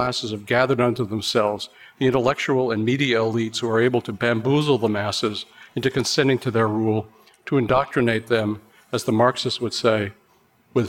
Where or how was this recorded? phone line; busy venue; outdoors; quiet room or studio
busy venue